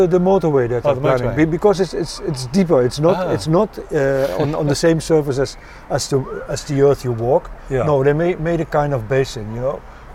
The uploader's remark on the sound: Radio-On-Berlin. Live from the Balcony.